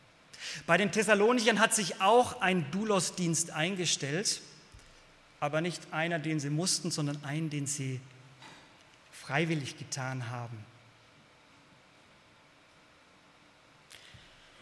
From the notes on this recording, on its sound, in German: aus dem Gottesdienst der Liebenzeller Mission